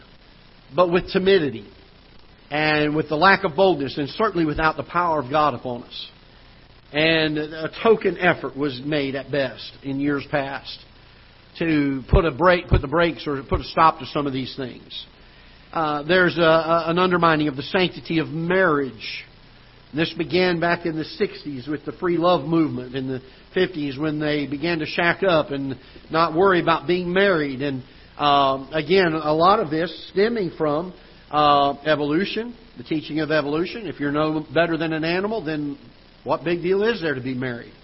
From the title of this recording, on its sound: Ketha Heights Baptist Church ~ Live Broadcast